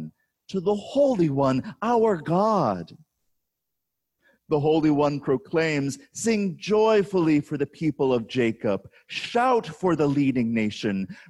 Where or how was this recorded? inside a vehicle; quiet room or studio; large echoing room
large echoing room